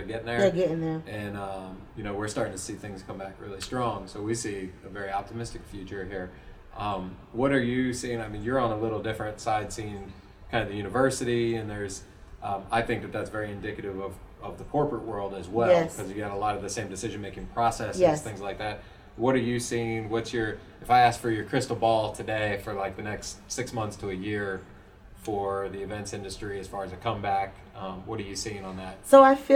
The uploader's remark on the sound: the main interview audio didn't record properly, but we had an extra mic set up to record and that's what you hear!